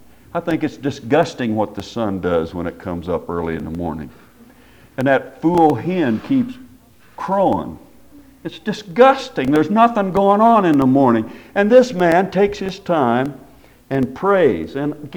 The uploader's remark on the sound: Preached at Paradise Valley Christin Church.